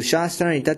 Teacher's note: अन्ते नकारः दन्तीयनकारः आसीत् किन्तु रेफः अस्ति इति कारणतः दन्तीयनकारस्य स्थाने अणकारः भवति. · Term: मूर्धन्य अणकारः